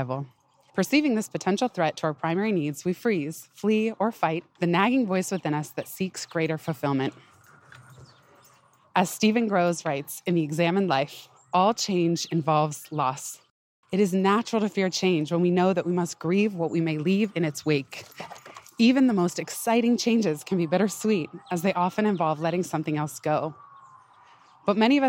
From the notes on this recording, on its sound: Pardon the occasional panting (lol) and background noise—err New York City soundscape—as I recorded this one on a big hill at the park, running up and down while throwing a giant log for Ryder to chase.